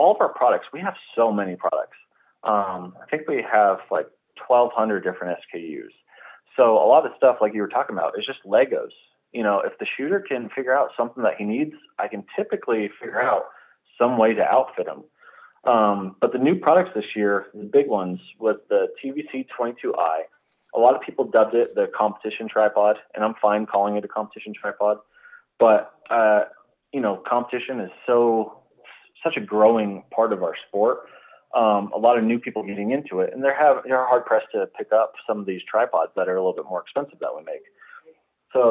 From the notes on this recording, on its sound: On the phone.